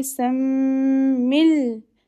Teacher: Join the mim with the lam after doing the gunna